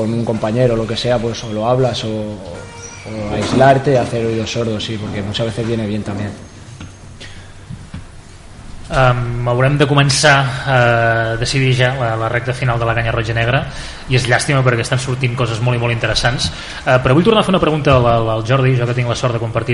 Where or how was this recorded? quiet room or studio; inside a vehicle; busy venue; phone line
busy venue